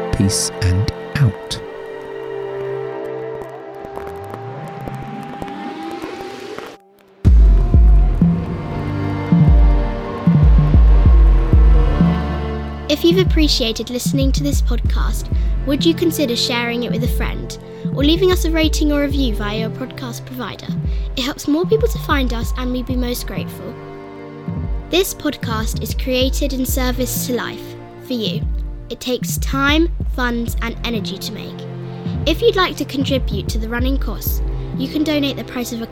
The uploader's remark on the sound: A reflective ramble in the woods. There are no guests (apart from wind, trees, a buzzard and a pigeon).